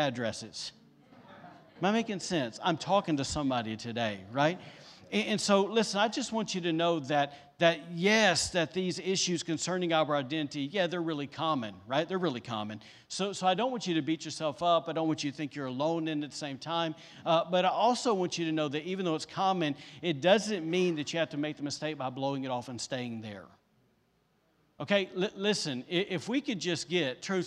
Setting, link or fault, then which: setting, live audience